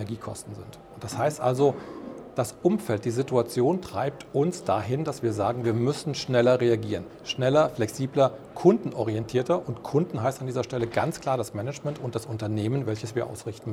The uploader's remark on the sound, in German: im Interview auf dem ICV Congress der Controller 2022